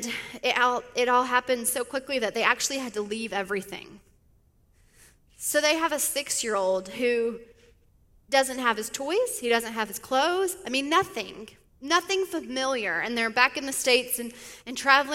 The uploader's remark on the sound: speaks at the Sunday Service of KLSA